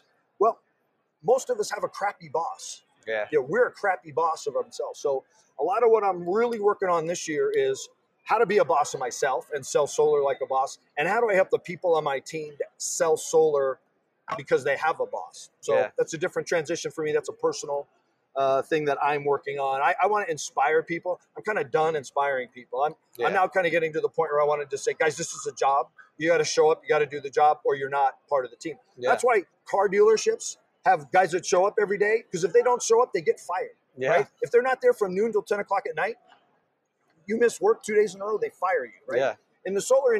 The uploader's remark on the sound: Live From D2D-Con